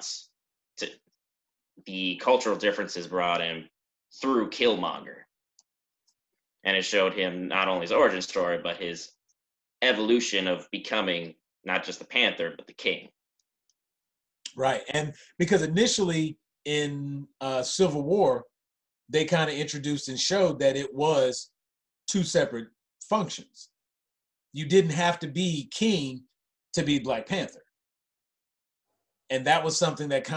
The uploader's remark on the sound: on a Zoom call